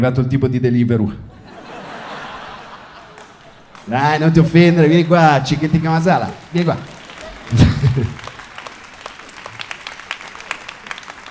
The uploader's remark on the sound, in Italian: Registrato al Circolo Magnolia - Milano.